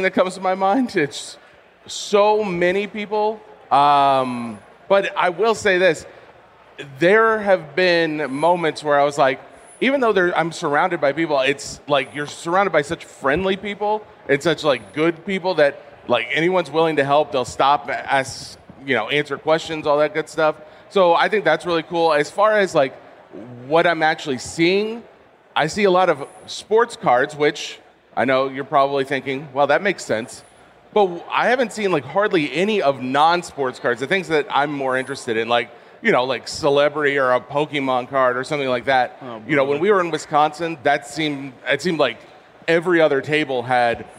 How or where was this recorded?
busy venue